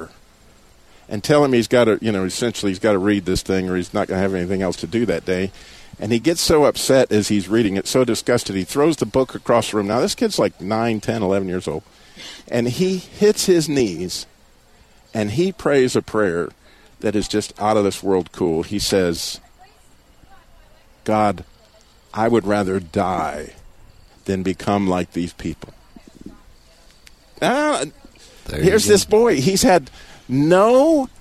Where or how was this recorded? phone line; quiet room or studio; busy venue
busy venue